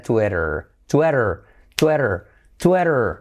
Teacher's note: Tenemos la I como E, Twitter, la T como R suave y luego la letra clave R, Twitter. Twitter.